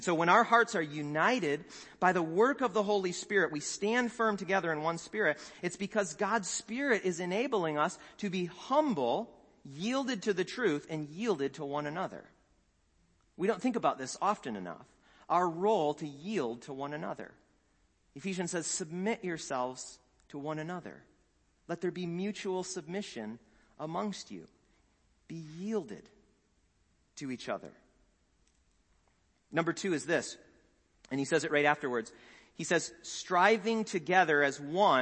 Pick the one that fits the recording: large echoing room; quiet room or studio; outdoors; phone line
large echoing room